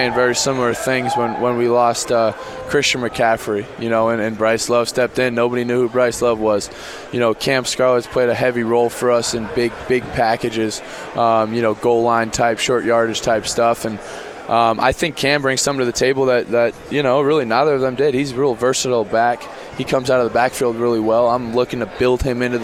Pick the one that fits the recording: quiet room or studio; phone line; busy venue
busy venue